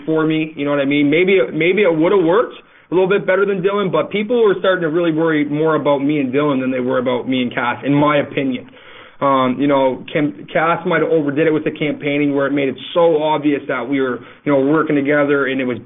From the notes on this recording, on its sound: This is our phone interview